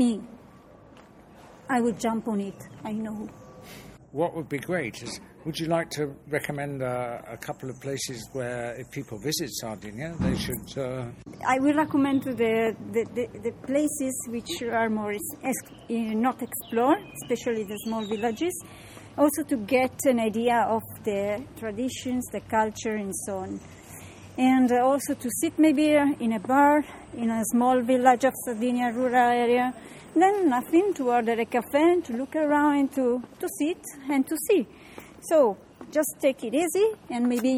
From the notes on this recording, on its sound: The medieval heart of Vic, in Catalunya; its narrow streets are not very conducive to recording an interview as sounds reverberate off the stone facades. As they weave through the bustling streets in search of ambient calm, their much interrupted conversation.